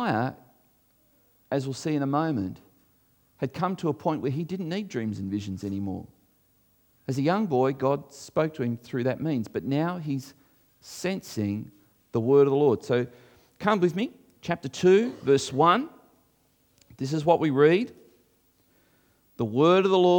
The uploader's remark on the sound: This was recorded before a live audience